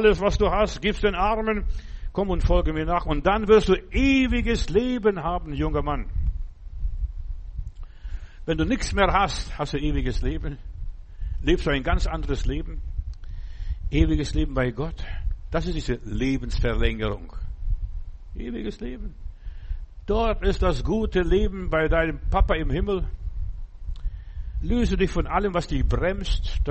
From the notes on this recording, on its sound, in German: Im Gemeinde-Zentrum in Berlin aufgenommen.